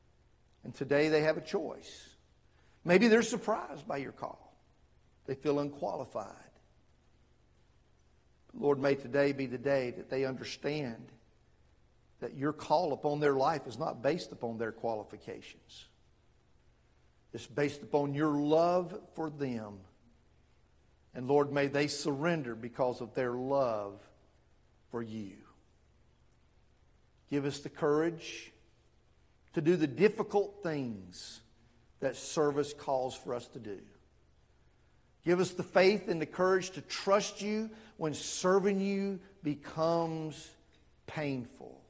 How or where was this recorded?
large echoing room